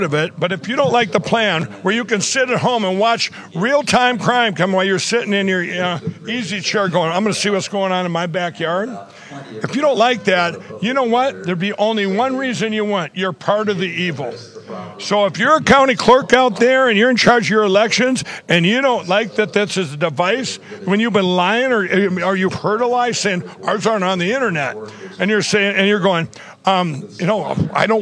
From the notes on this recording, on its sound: Live From Election Summit